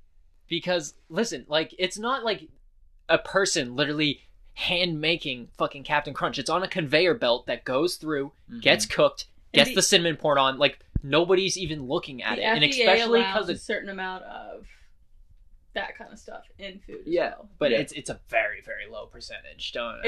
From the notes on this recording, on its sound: We are testing out new microphones, so we apologize for the microphone pops and brushes against our clothes. We are working out the kinks.